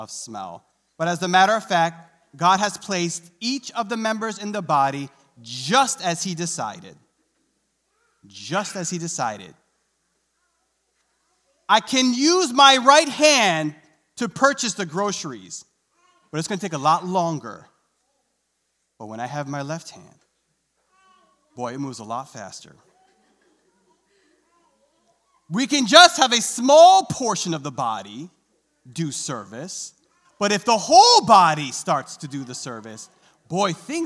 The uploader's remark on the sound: recorded live on February 20th, 2022 at Newark United Pentecostal Church